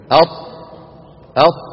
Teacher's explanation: صحيح إن الطاء من طرف اللسان مع أصول الثنايا العليا، ولكن أقصى اللسان مرتفع